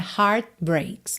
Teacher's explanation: De novo, você não escutou o T de heart, né?